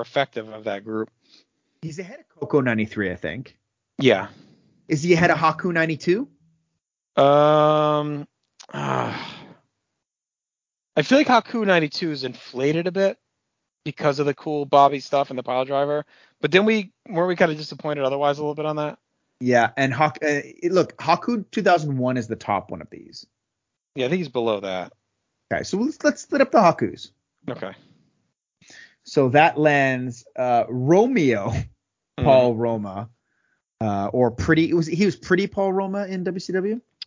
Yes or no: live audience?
no